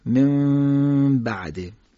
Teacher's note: یعنی یک مقدار بین لبها فاصله میذاریم تا حرف میم رو هم کامل ادا نکنیم و بتونیم قنهش رو خوب ادا بکنیم